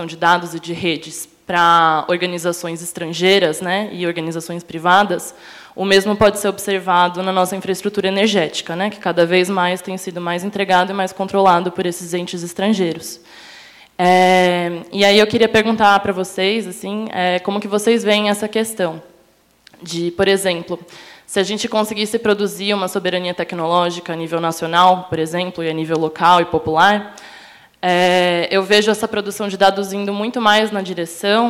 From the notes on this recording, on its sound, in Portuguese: Esse episódio especial do Tecnopolítica foi gravado ao vivo. No Tucarena. Fez parte do Diálogos Fundasp.